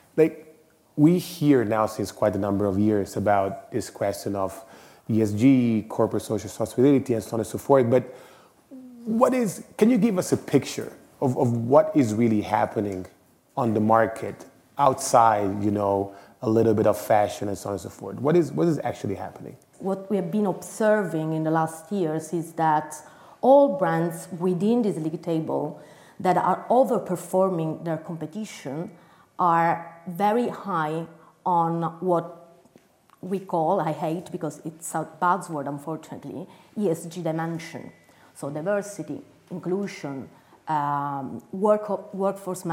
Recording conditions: live audience